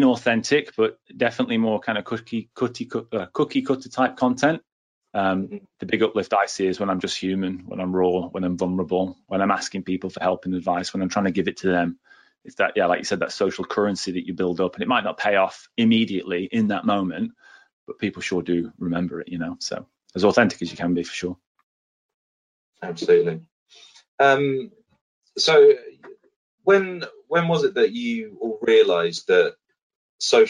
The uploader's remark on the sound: This episode is the audio from a previous webinar